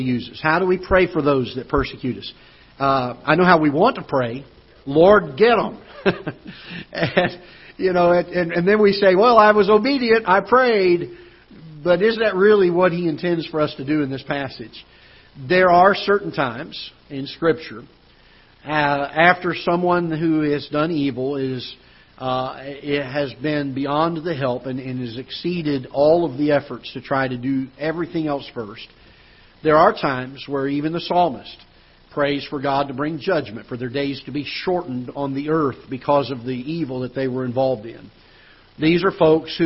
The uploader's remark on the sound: Ketha Heights Baptist Church ~ Live Broadcast